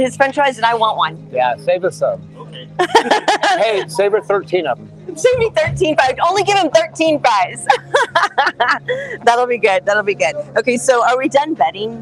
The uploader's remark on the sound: Live from The Hollow